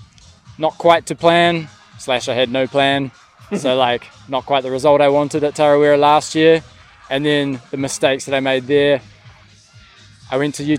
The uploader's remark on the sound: recorded at some aid stations, among other places